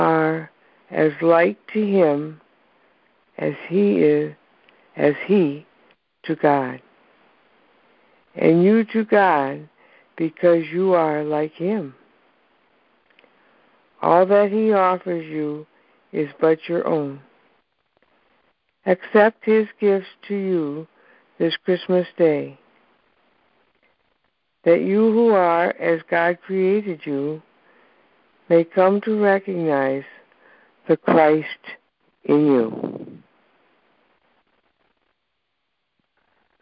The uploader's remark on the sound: ACIM Saturday “Practical Application” Conference Call. On this call, the participants share the shifts in perception they have as a result of applying the principles of A Course in Miracles in their lives.